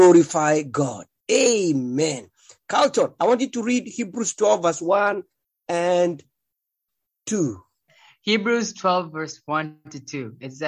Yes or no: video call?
yes